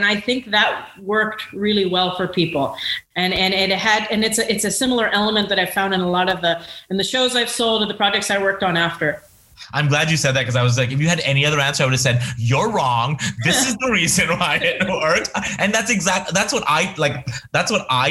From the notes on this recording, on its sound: This episode’s audio was taken from a large, recorded Zoom meeting. Therefore, the quality may not be as strong as our other episodes, which are recorded with the primary intention of being produced into a podcast format.